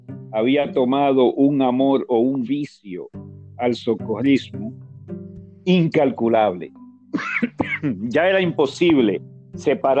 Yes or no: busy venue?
no